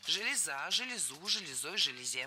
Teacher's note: Правильно – железу. Ударение на окончание. И оно сохраняется во всех формах единственного числа.